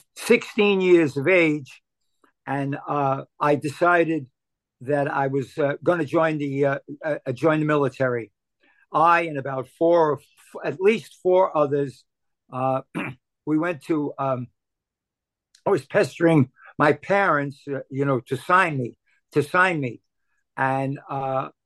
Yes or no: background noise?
no